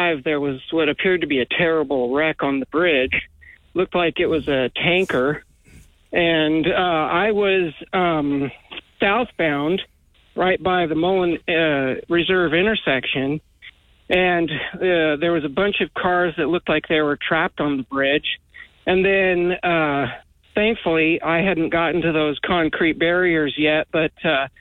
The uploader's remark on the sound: We had open phones for an hour